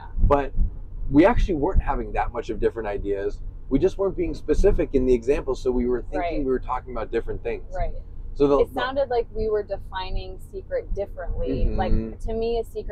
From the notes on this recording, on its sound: This is a special episode, pulled from a video we recorded IN the U-Haul after packing up my entire apartment to move me from Denver, CO to a small spiritual town in Iowa.